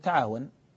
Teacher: فيحذفون أحد التاءين تخفيفا، وهذا لا يعني أن التاء الثانية مستغنى عنها ولكنه نوع من التخفيف لالتقاء التاءين وصعوبة النطق بأحدهما أو التخفف من إحداهما.